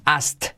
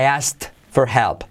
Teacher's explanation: la K lo omitimos